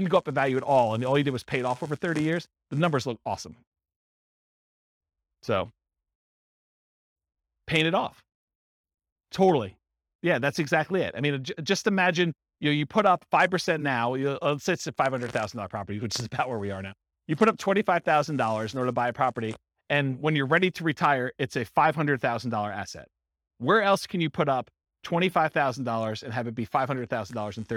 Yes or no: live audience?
yes